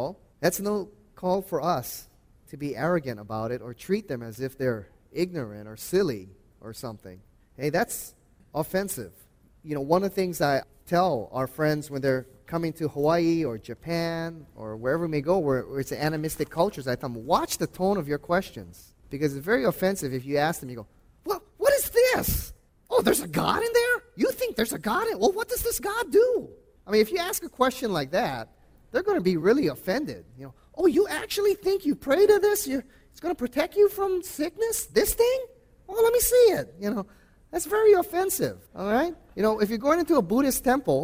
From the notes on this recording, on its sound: Before a live audience.